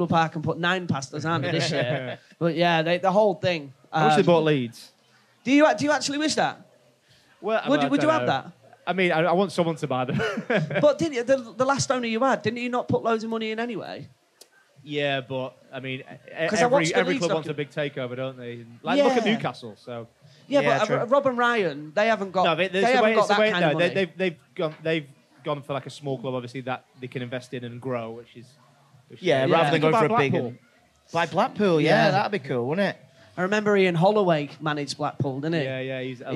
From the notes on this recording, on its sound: The boys took the podcast to the Highest Point Festival, where they sat down with a live crowd